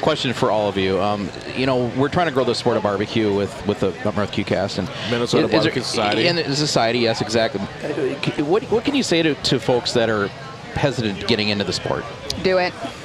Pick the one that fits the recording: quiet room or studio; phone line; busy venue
busy venue